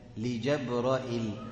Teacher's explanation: الراء هنفتحها بدل ما هي مكسورة برضو، وبعدين الياء هتقلب همزة